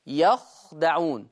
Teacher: يقرأ حفص بفتح الياء وسكون الخاء وفتح الدال يخدعون. أما ورش يقرأ بضم الياء وفتح الخاء وألف بعدها وكسر الدال يخادعون.